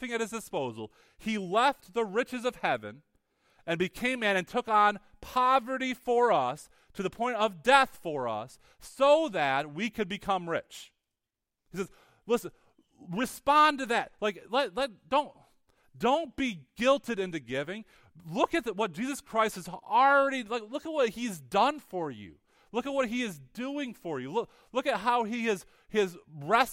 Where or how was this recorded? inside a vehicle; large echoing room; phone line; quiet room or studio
large echoing room